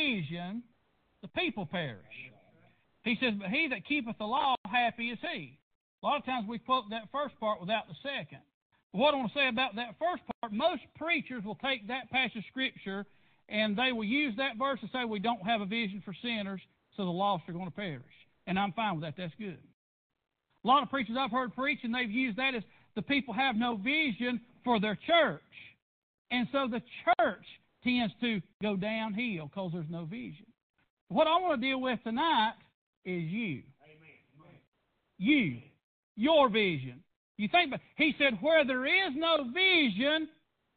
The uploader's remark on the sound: PREACHED AT PRAYER BAPTIST CHURCH.